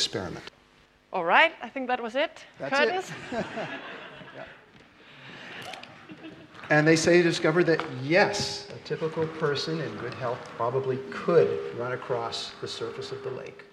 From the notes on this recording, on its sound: This podcast, recorded during the 7th Science Salon. In Copenhagen.